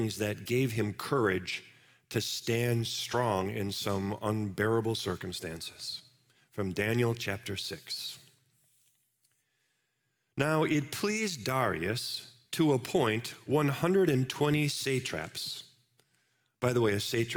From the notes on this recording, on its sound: Live from our Celebration Ministry Center